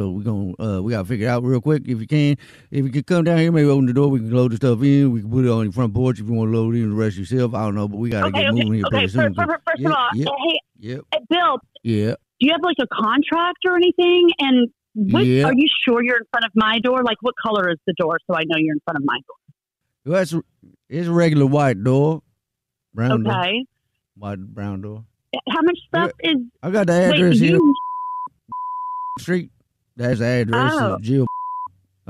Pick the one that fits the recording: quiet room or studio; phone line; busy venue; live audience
phone line